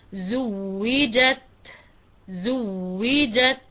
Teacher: آتي بالواو الأولى ساكنة ثم بالواو الثانية مكسورة